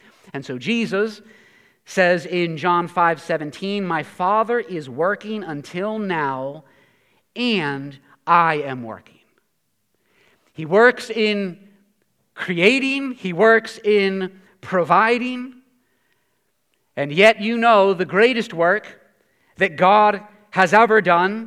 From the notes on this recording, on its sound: preached this sermon at Covenant Fellowship Church on January 29, 2023.